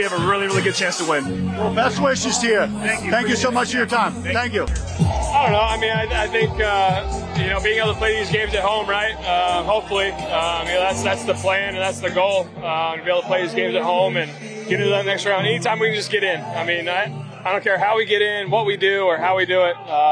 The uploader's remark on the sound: live inside the Phillies locker room during their celebration